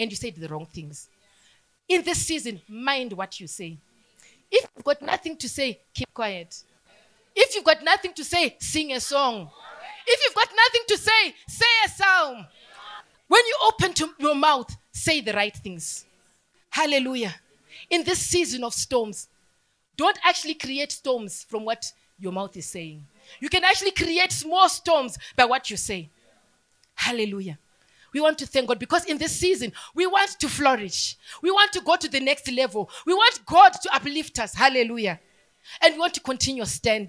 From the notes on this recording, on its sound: Sermon from our KFFA Conference (Easter Conference)